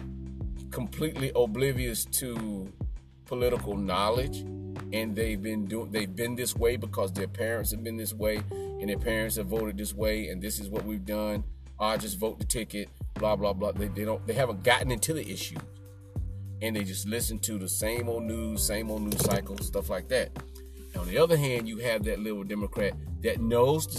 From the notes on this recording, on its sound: Podcasting from my car for the first time.